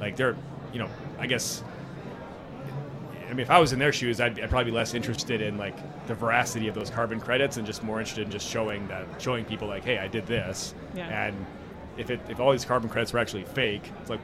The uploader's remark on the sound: Recorded onsite at Blockchain Rio.